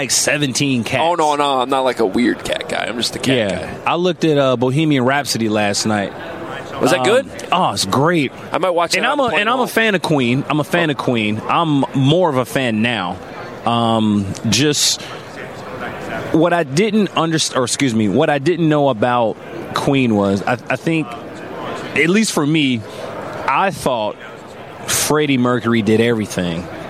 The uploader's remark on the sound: Live From Radio Row